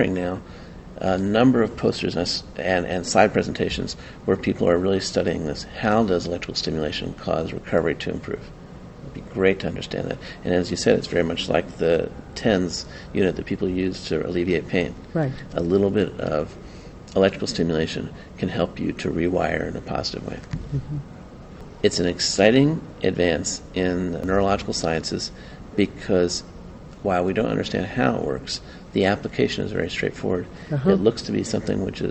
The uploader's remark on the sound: Recorded at the 2011 Society for Neuroscience annual meeting in Washington D.